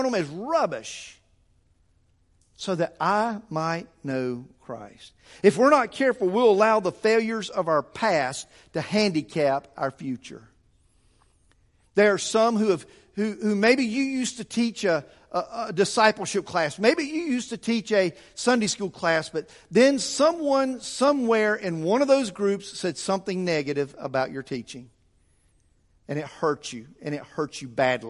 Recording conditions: large echoing room